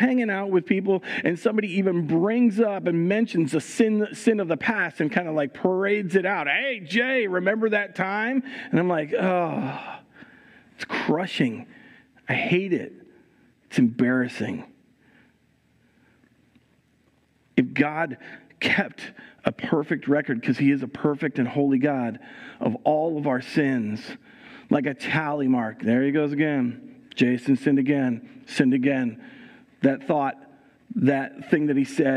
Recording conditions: large echoing room